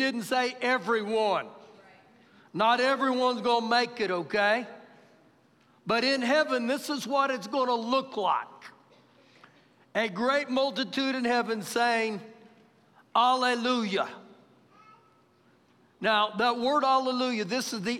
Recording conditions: large echoing room